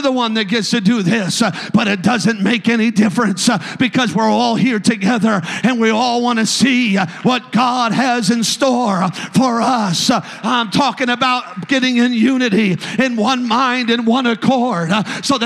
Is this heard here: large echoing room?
yes